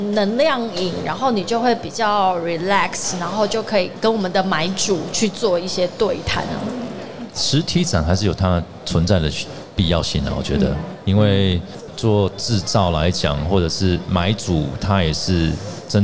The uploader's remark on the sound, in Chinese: 2022 Taipei Cycle台北國際自行車展-Live Podcast